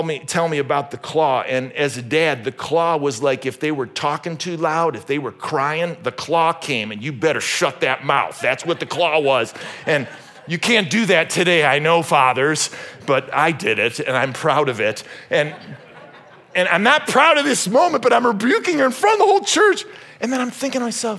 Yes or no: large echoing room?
yes